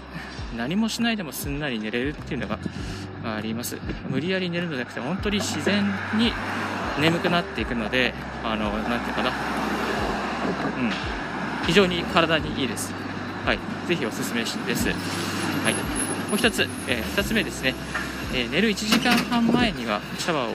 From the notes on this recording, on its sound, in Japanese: 歩きながらラジオ配信